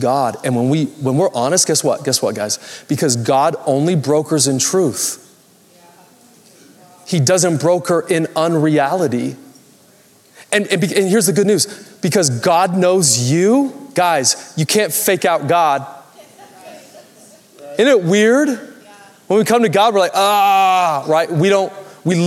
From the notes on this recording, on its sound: Recorded Live at Capital Church Meridian, Idaho